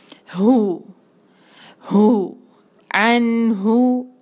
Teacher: عین کو آپ نے صحیح سے نکالنا ہے حلق کے بیچ میں سے، ع نون کے ساتھ ملایا کلیئر کر کے، عین ہو کو ہم نے اپنے حلق کے اینڈ سے ہو ہو عین ہو.